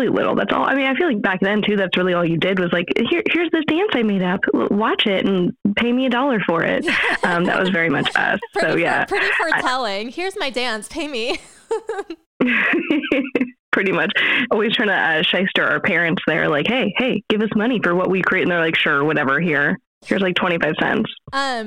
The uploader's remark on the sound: our phone connection was a little wonky